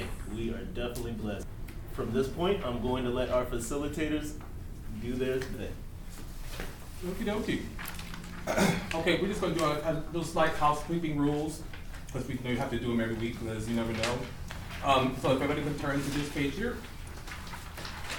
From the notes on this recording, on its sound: Live: At Harlem Heritage Center. We had the opportunity to do a live episode.